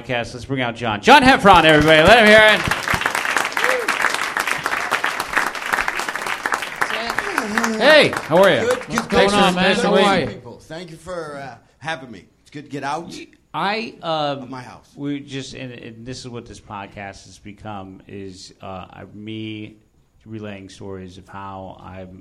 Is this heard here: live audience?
yes